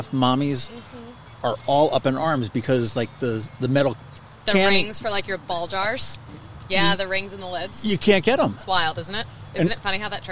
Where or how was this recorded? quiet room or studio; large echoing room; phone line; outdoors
outdoors